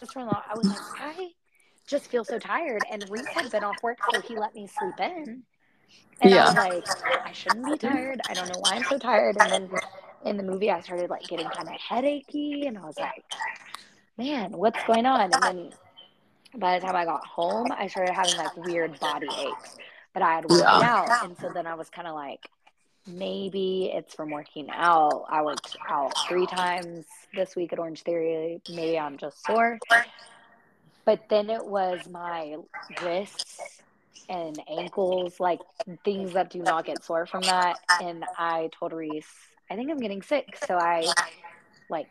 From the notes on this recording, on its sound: technical difficulties in the beginning